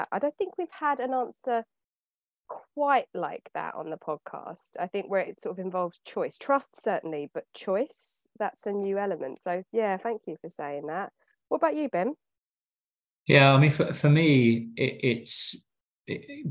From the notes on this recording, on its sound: Sat in the hot seat at Property Jam Towers (or their own houses because we record on Zoom!!).